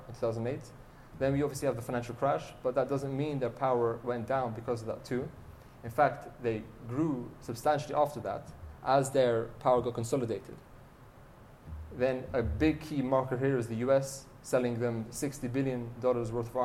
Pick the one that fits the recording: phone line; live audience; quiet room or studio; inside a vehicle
live audience